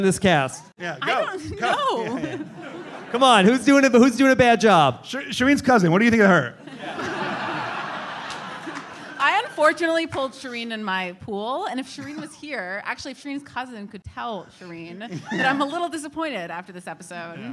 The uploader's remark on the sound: LIVE from the Gotham Comedy Club in NYC